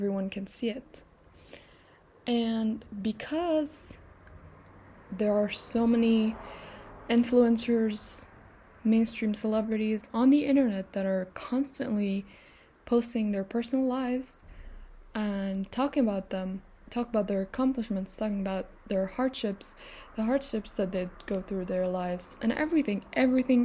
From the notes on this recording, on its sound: please ignore the background noises